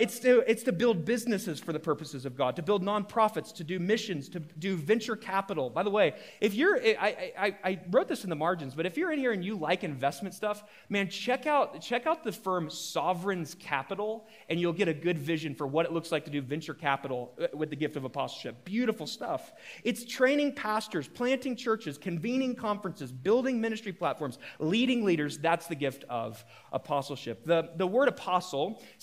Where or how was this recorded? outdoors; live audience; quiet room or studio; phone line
live audience